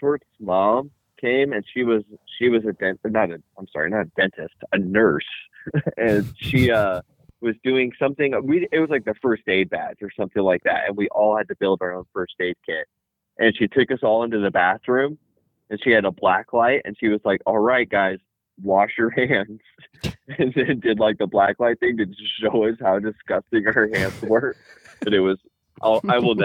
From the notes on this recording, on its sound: You ever wanna know what it sounds like to listen to 5 people on the phone at the exact same time?